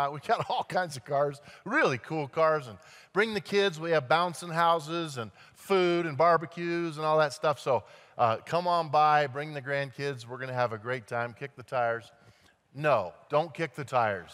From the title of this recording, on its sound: at Timberline Church